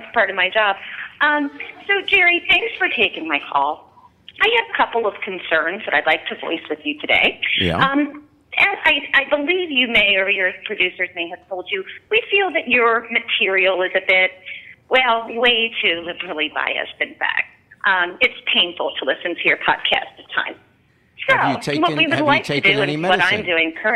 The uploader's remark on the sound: A caller complains about the podcast being too liberal.